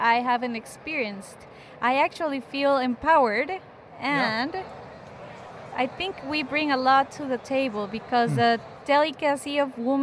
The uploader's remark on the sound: I found myself on a last-minute flight to Boston for the SCA Expo this year. Host an open-mic style interview with any coffee loving person I could find.